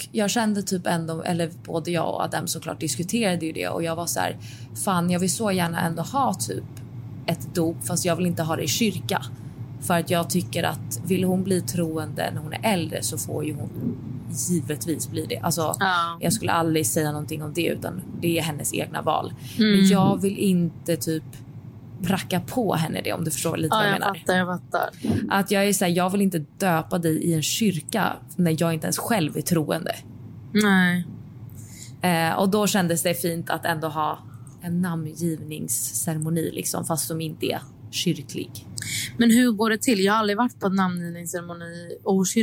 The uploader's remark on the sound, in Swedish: Om ni undrar varför ljudet är lite annorlunda i detta avsnitt beror det på att campingexperten poddade från bilen i sann campinganda.